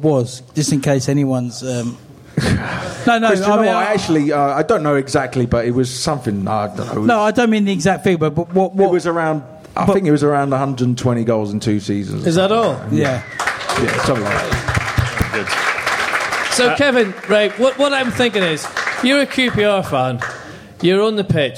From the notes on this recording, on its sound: The LIVE Pod. The boys are LIVE At The Good Ship in Kilburn!